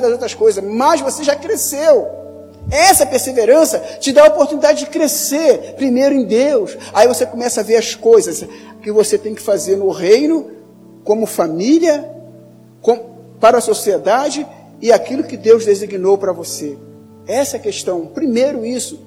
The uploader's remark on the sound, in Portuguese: Áudio da mensagem ministrada no Culto da Vitória realizado na Quinta-Feira, 14.